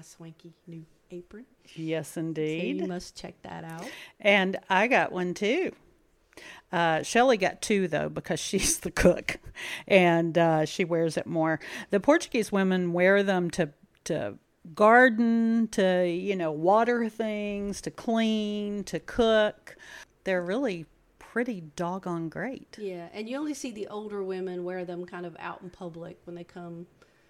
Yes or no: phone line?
no